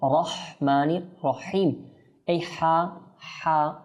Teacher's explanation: এটা একটু আমাদের হলাক অর্থাৎ গলার মধ্যকান থেকে উচ্চারণ হয়ে থাকে